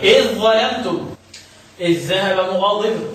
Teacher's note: اتفق القراء على إدغام ذا إذ في الذال والظاء